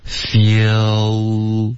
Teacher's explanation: So, it's completely different, and 大家一定要注意,feel,你发完这个 F 的音你再也不要动嘴唇了,OK?是动舌尖,feel,然后从的这个音舌尖轻轻地碰到上额,feel,有一个 l, 而不是动嘴唇的